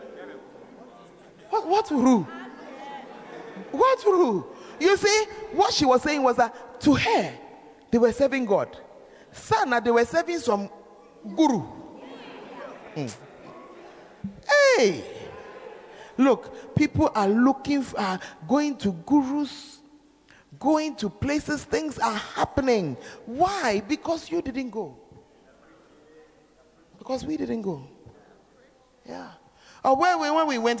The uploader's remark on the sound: Preached At Servants Armed And Trained Campaign Camp